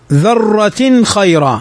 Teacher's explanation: تنوين بعده الخاء، والخاء من حروف الإظهار